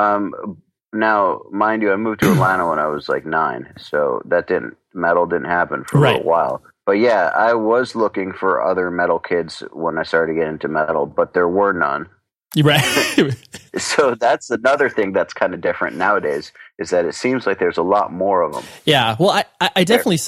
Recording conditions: phone line